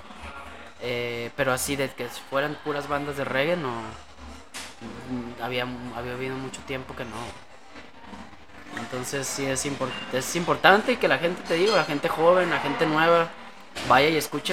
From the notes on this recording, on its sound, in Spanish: En vivo y en directo desde Jamaica Records en Guadalajara Jalisco